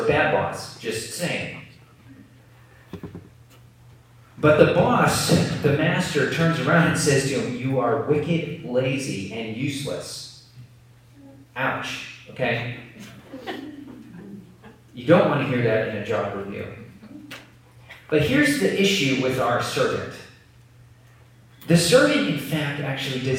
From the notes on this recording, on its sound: Please excuse the poor audio quality.